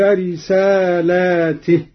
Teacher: قرأ قالون بمد اللام على الجمع هكذا وإن لم تفعل فما بلغت رسالاته لأن الرسالات تتعدد.